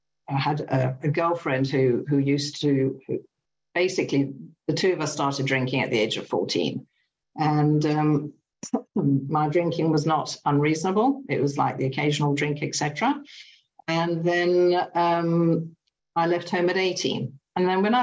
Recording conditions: video call